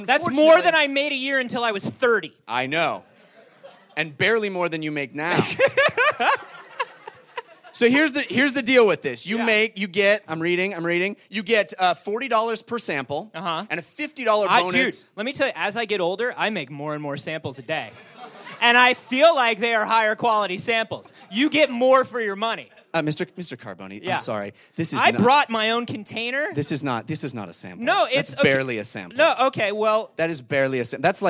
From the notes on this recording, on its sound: LIVE Episode 100 from the NerdMelt Showroom. Recorded in front of a live audience at the Nerdmelt Showroom in Los Angeles!